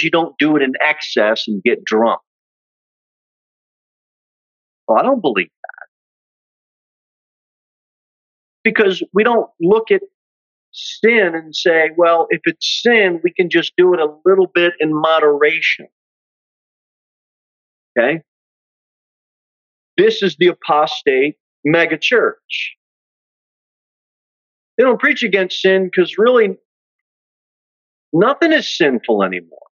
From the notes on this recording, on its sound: Sermon delivered at Pilgrim Baptist Church on Thursday, January 12, 2023, at 6:15 pm. Jere Whitson Rd.